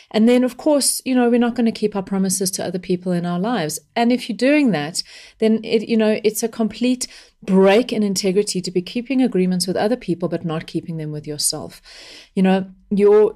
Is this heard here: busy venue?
no